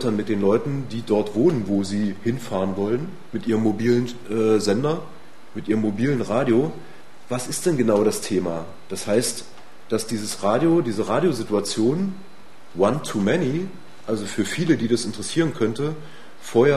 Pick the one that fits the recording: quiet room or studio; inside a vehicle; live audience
live audience